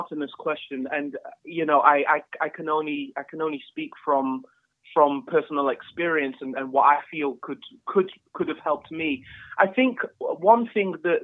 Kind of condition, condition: link, phone line